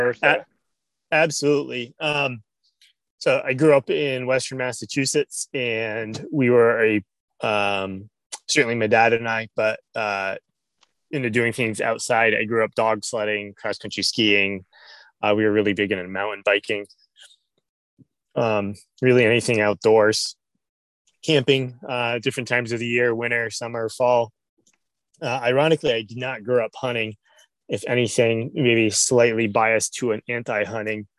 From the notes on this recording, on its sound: We recorded this over zoom, while both of us had relatively slow internet connections, so apologies for any issues with the audio.